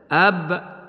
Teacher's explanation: فستجد مخرج حرف الباء من الشفتين